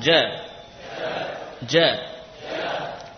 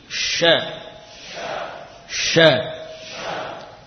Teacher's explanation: Jadi tiga huruf ini, jim, shin, dan ya, berasal dari tengah-tengah lidah.